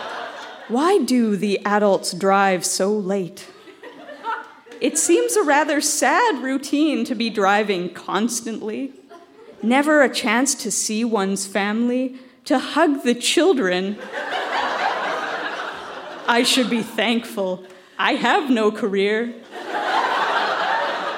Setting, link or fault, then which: setting, live audience